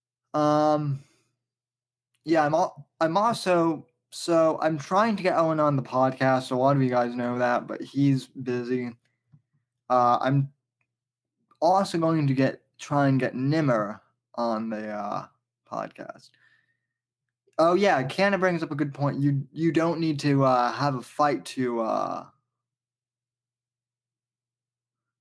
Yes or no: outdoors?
no